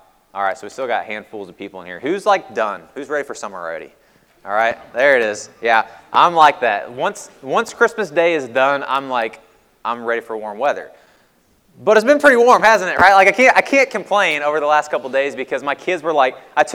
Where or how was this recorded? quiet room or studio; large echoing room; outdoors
large echoing room